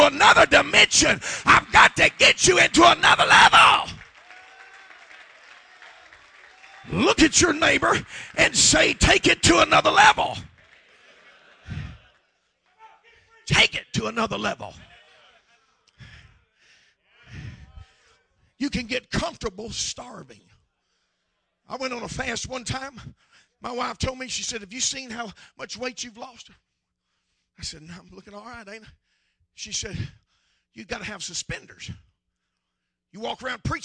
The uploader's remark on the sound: preaches at the Abbeville Apostolic Men's Conference in Abbeville, LA